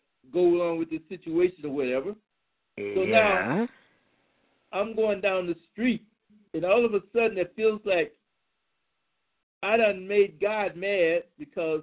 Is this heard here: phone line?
yes